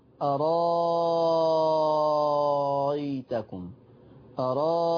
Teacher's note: فعندنا كلمة أرأيتكم فيها تسهيل الهمزة الثانية أرأيتكم أرأيتكم، وفيها أنها تبدل الهمزة الثانية ألف مع المد المشبع